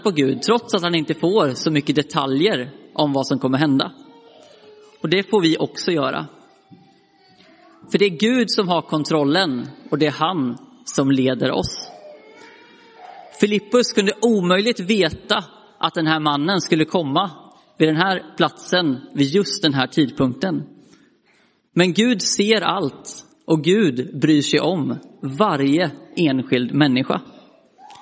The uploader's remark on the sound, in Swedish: Inspelad i Roseniuskyrkan den 11 juni 2023.